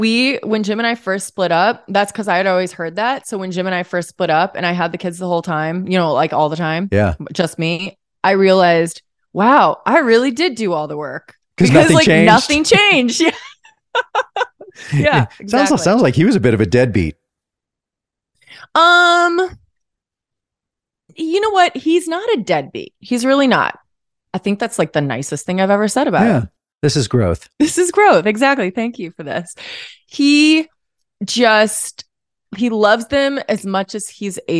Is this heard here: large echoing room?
no